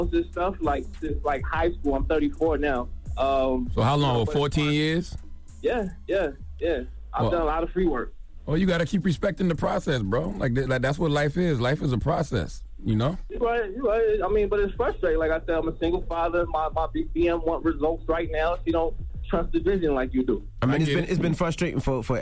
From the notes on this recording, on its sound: we opened up the phone lines